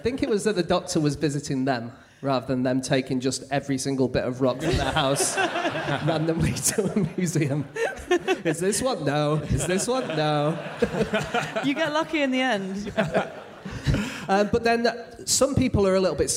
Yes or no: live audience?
yes